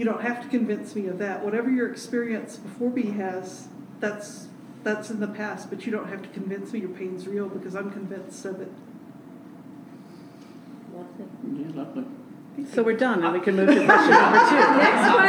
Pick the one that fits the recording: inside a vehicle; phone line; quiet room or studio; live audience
live audience